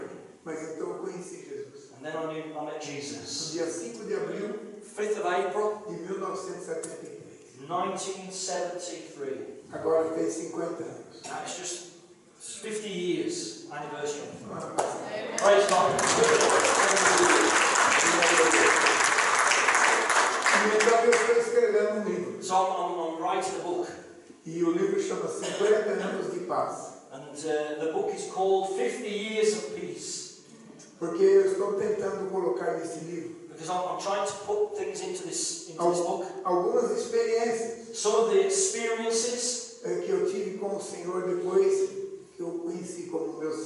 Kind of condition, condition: fault, poor sound quality